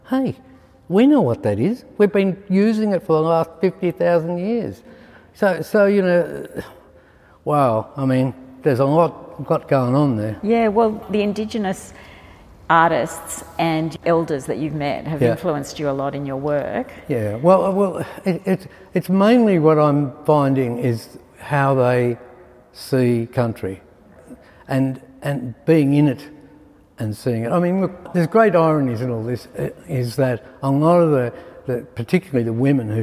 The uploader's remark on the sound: Live at the S.H.Ervin Gallery. In front of a live audience at the S.H.Ervin Gallery in Sydney.